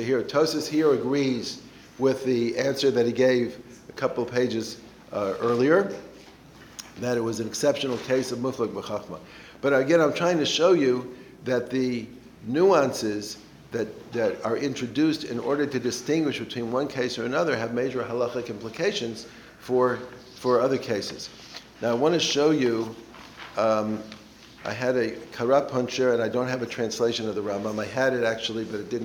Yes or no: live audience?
yes